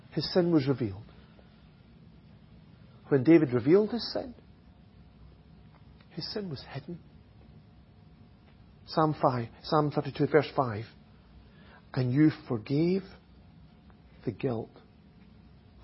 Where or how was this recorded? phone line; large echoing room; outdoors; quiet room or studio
large echoing room